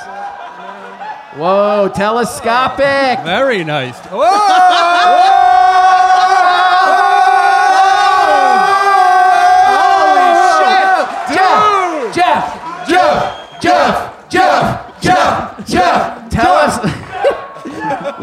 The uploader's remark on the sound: Live from SXSW